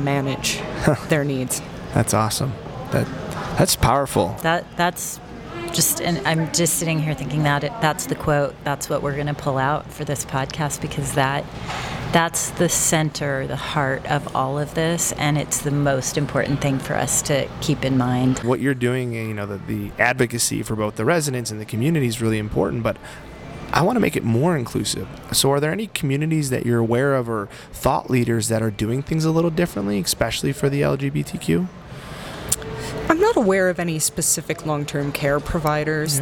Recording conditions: busy venue